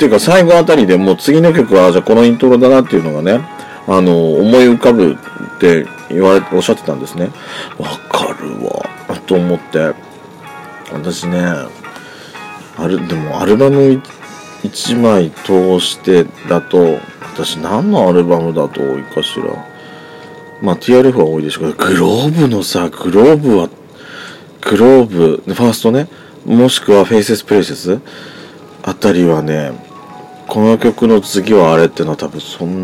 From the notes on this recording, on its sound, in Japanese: 音割れ酷いです。